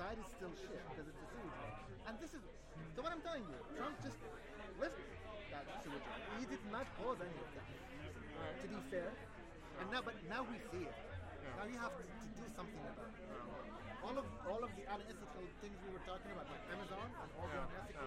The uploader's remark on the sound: Pretend like you're breaking quarantine at the Imperial Pub. Recorded on/at the friday night mixer before PCTO20. Be forewarned i'm pretty sure I go take a piss somewhere in this recording.